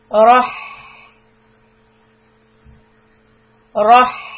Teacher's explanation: when I say rah, I need to go from ra, which is heavy sound, and the tongue is also going upwards, to being flat. Rah, rah. So bring the tongue down.